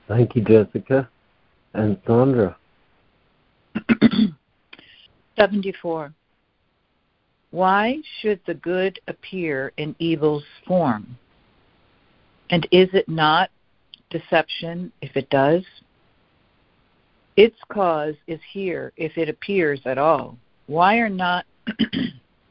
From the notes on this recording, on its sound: ACIM Daily Conference Call.